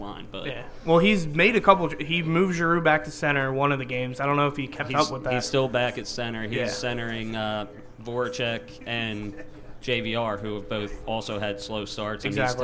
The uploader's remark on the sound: LIVE from Celtic Halloween at Thomas Murphys Pub